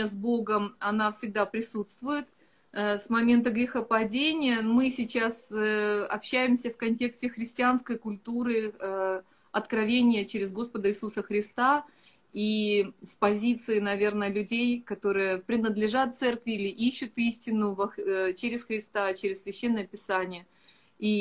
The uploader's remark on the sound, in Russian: Запись первой части прямого эфира из инстаграма